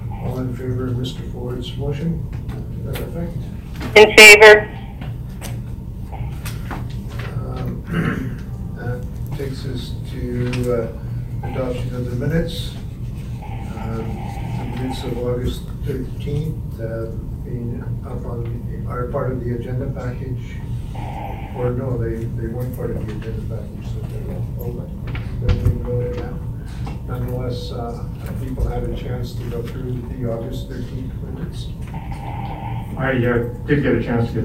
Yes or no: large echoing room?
yes